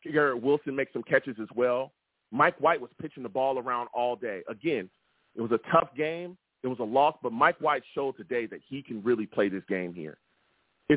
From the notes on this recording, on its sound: The callers went crazy on this show and the takes were flying! I take live callers!